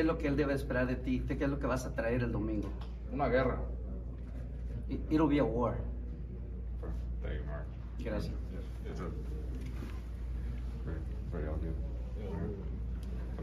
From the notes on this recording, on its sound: At a Friday morning press conference in Minneapolis. Press Conference and Interviews. This special edition of the podcast offers highlights from the presser and one-on-one interviews.